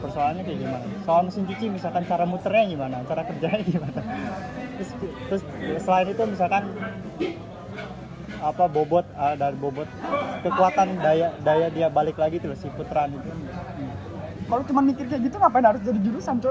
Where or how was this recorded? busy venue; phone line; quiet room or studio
busy venue